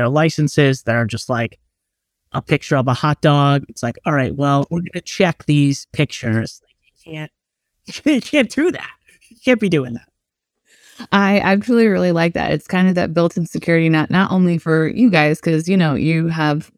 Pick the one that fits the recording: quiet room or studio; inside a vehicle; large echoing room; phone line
quiet room or studio